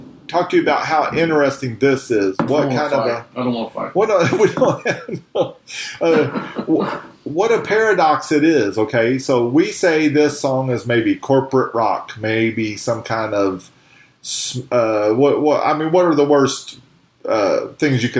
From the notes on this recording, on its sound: Sorry about the sound -- we were having technical difficulties. As does a storm that was raging through as the episode was being recorded.